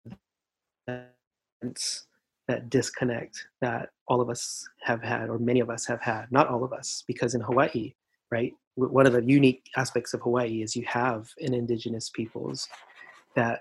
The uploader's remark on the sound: Just as the Covid-19 “shelter-in-place” lockdown began in Hawaiʻi. What we planned to do in person suddenly had to be done via Zoom. The resulting audio is pretty sketch.